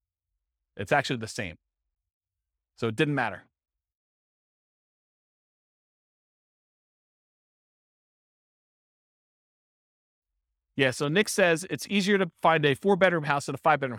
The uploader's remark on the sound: This was a live class recorded